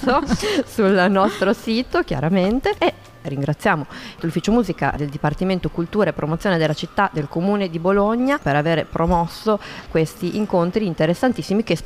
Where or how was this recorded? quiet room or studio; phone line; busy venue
busy venue